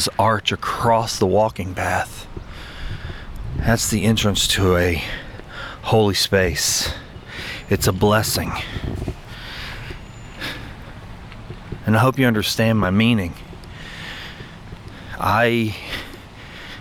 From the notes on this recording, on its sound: I invite you to walk with me through the Grove, a local walking park—which has become a bit of a personal sanctuary—situated admist the clatter of local traffic